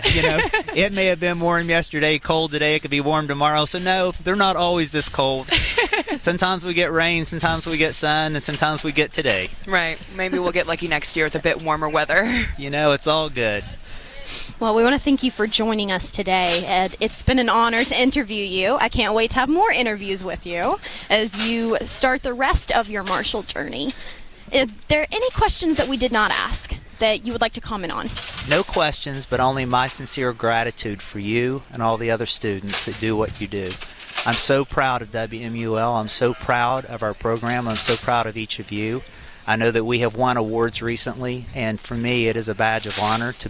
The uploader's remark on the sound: Live broadcast of the 51st Annual Memorial Fountain Ceremony